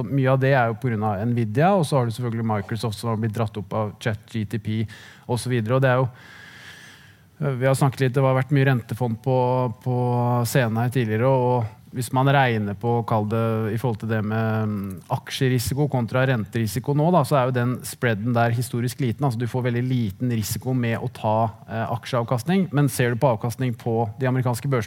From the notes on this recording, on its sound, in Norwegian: Ukens Markedspuls ble tatt opp under Nordnet Investorkveld Stavanger